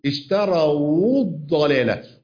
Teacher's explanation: بقول ايه؟ الضلاله، اللام دخلت في الضاد، هي اصلا الضلاله، فالضاد شددت · Term: اللام الشمسيه